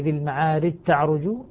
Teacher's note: في هذا البيت أعطانا إدغام الجيم، ذكر حرفا جديدا من حروف 16 وهو حرف الجيم، وبين أن الجيم يدغم في حرفين، في التاء في قوله تعالى ذي المعارج من الله ذي المعارج تعرج، فأدغم الجيم في التاء